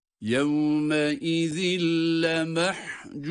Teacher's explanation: Yevme izin iki esre. İki esre kendisinden sonra gelen lam harfini de idgam edilerek yine idgamı bilâhunne oluyor. Lam şeddeli gibi okunuyor.